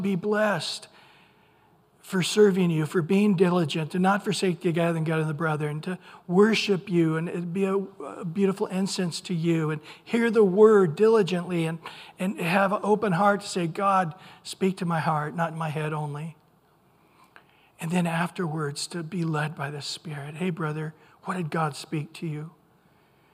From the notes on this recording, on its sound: Recorded at Calvary Chapel of Los Alamitos